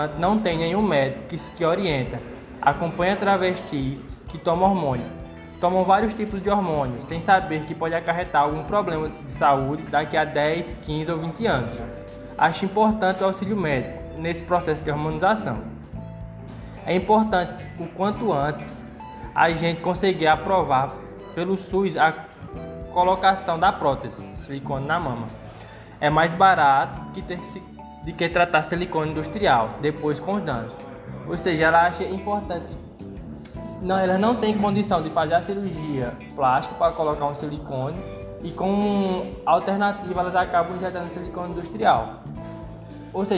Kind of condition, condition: setting, large echoing room